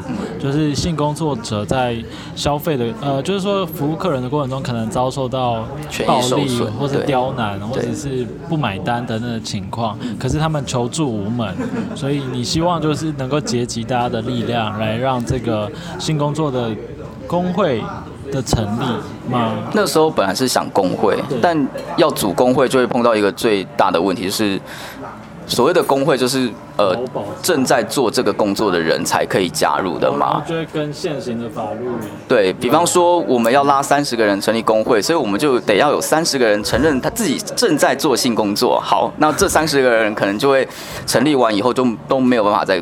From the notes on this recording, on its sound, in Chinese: 錄音於性別友善咖啡廳 h*ours cafe。